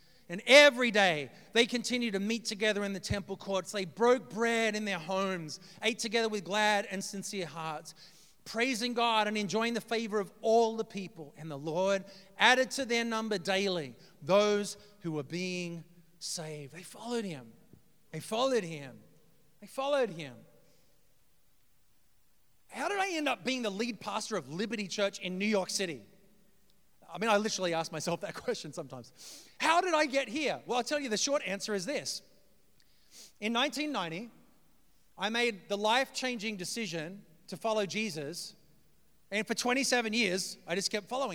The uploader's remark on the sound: preached this message on February 26th at our Downtown community